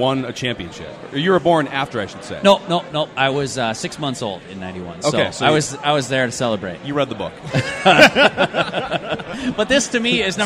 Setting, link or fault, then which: setting, busy venue